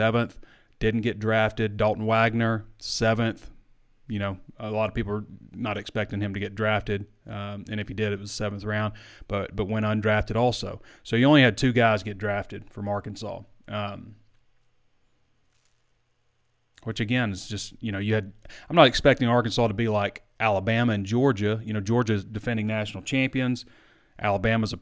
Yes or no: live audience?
no